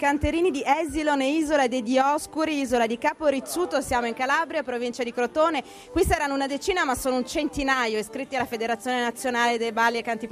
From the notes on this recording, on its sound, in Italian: In diretta da Expo 2015.